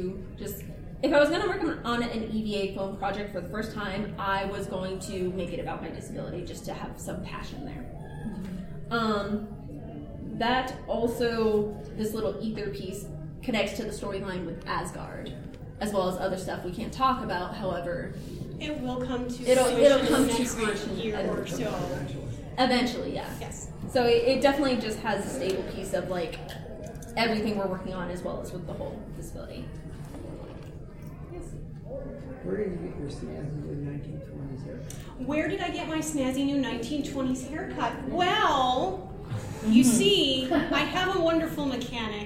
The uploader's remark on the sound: Wild Wild West Con 11 Panel Origins of A.S.G.A.R.D. Ballroom I+J at Casino Del Sol.